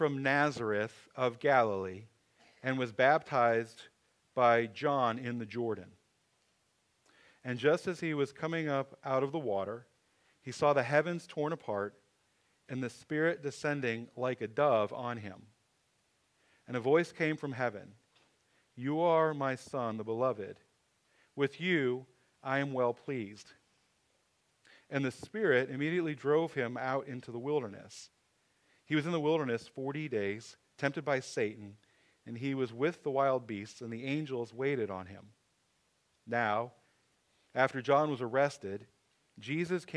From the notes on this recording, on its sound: Sermon audio from 11/26/23